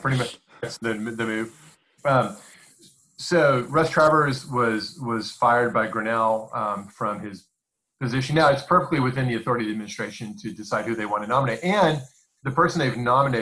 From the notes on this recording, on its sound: We may be on home lockdown, but that didn't stop us from recording! Thanks to the magic of Zoom, we gathered online to record this episode, and just for kicks we recorded the video while we were at it.